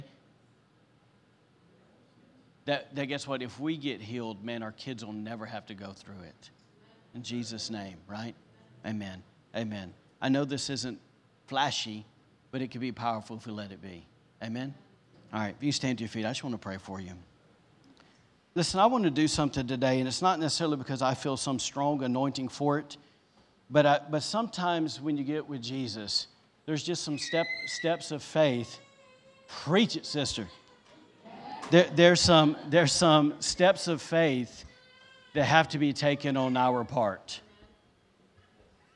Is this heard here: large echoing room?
yes